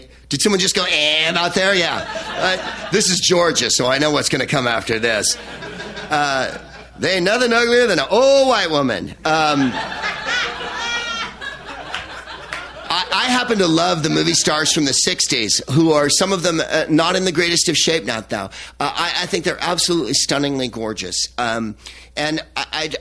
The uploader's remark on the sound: Live at the Laughing Skull Lounge in Atlanta, Georgia